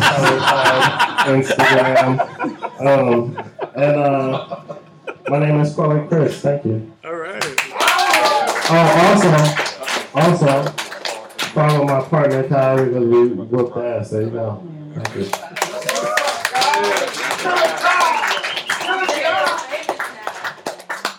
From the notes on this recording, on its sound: As we venture to Bergen St Comics to record a LIVE Podcast. A live studio audience!